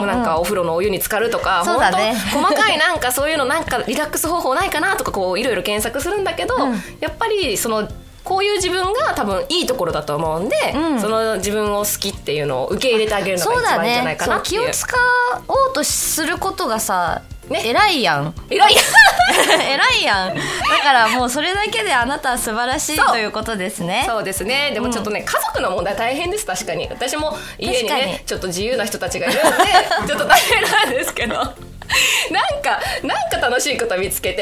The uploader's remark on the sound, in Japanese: 1年ぶりとなる公開収録が開催されました